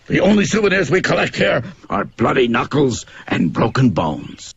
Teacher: Put that down 三个字是一字一顿的处理，然后呢 The only souvenir we collect here 稍有停顿，are bloody knuckles 停顿 and broken bones